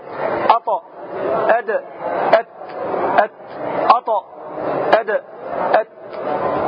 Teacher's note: هذه الحروف الثلاثة تخرج من طرف اللسان مع أصول الثنايا العليا